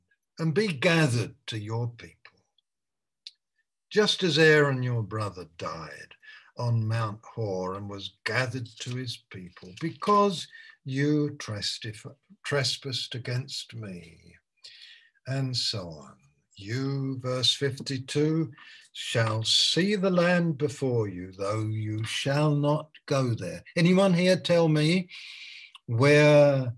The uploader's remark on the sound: Malaysia Meets (Zoom).